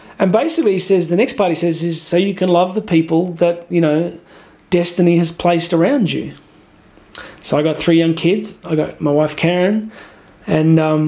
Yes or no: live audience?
no